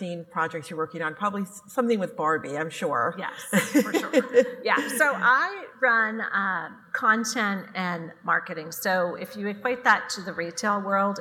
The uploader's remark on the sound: This episode was recorded at the Women in Retail: On the Road Dallas event in July.